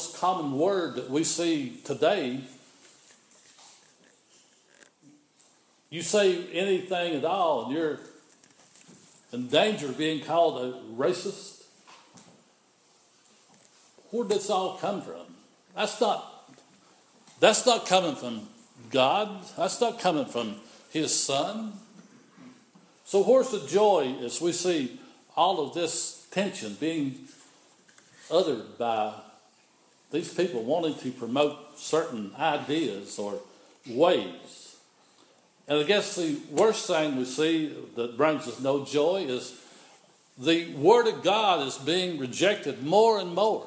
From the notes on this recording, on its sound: This is an audio recording of the Sunday morning worship service at Persia United Methodist Church in Rogersville, TN on Sunday, December 13, 2015.